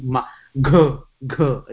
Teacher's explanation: घकार इति महाप्राण, यतोहि तत्र प्राण इत्युक्ते श्वास, अधिकश्वासस्य आवश्यकता अस्ति खलु. घ घ प्रयत्न अधिक अस्ति, अतः तत्र प्रयत्नभेदः अस्ति.